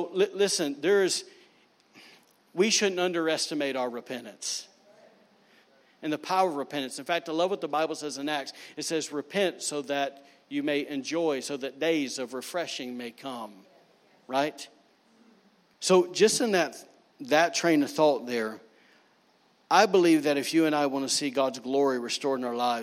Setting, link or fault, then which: setting, large echoing room